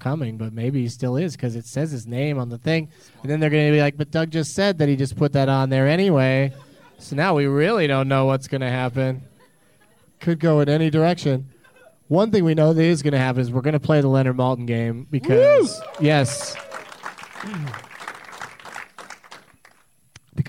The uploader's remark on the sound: Live from Fantastic Fest in Austin, TX